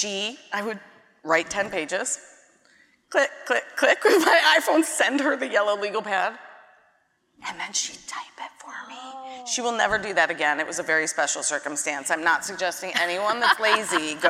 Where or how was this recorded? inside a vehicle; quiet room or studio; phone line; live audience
live audience